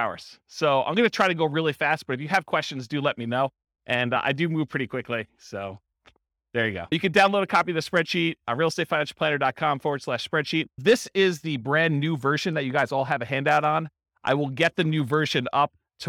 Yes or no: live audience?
yes